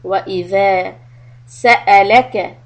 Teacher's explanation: tip of the tongue comes under your front teeth for letter ذَال